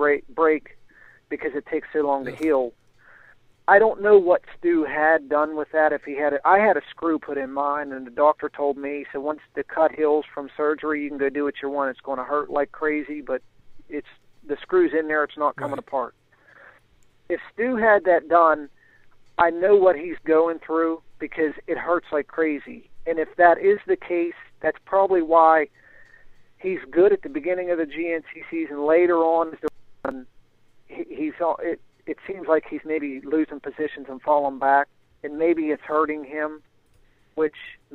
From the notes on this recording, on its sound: on the phone